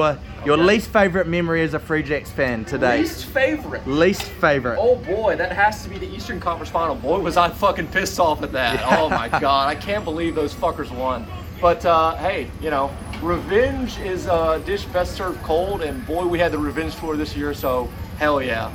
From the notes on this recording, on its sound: at the Free Jacks Championship Pub Crawl